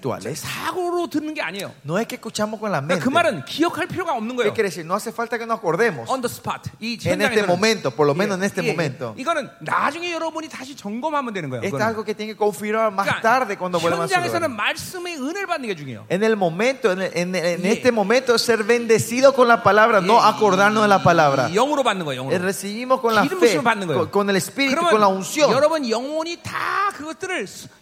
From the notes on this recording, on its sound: '23 Zoe Conference at Honduras